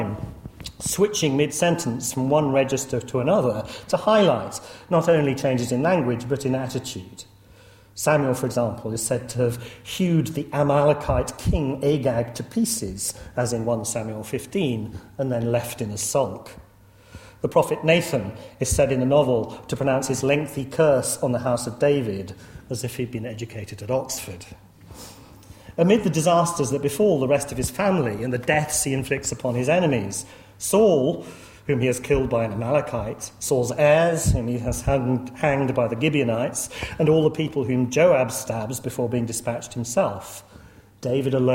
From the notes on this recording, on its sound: lecture series held at Corpus Christi College